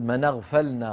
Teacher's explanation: من اغفلنا من غير همزة مع فتح النون